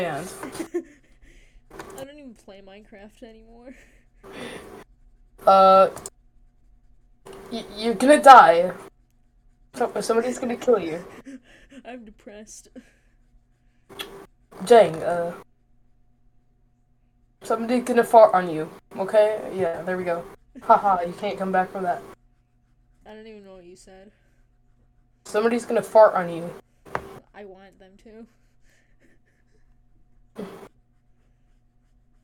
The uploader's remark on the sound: sorry my mic is quiet